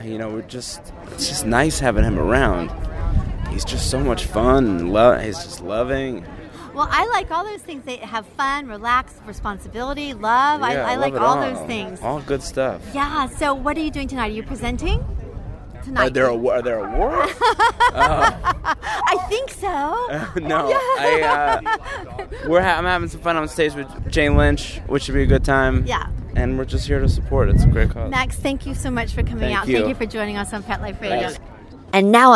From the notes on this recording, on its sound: We are LIVE on the Red Carpet!